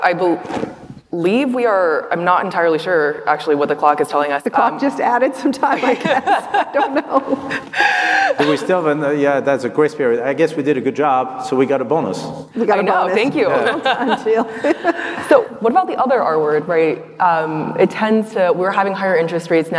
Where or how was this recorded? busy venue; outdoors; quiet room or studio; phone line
busy venue